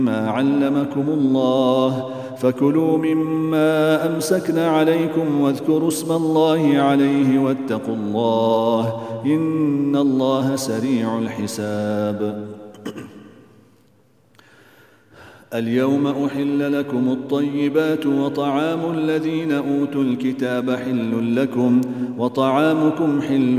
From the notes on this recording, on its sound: at the Houghton Masjid (West Street)